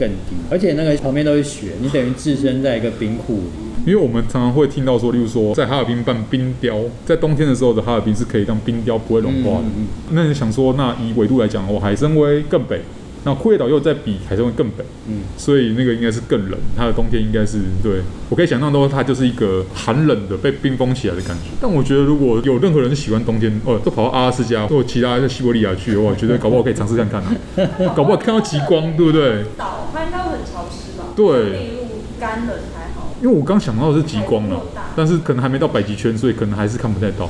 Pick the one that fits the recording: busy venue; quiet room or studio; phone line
busy venue